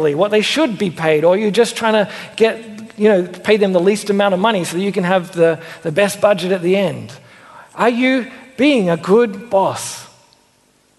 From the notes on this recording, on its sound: Originally preached at Mitcham Baptist Church in 2015.